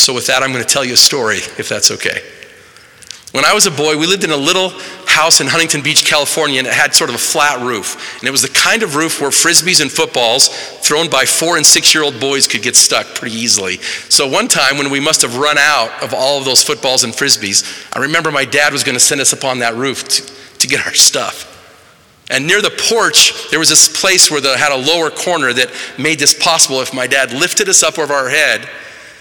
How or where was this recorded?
large echoing room